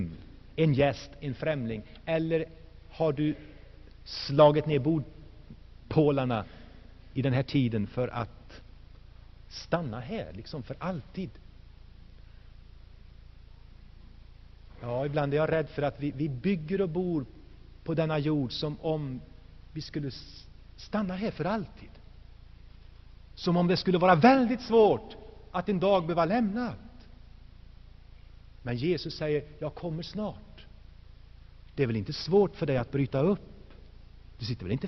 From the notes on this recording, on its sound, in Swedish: Inspelad i Saronkyrkan, Göteborg 1984-12-16.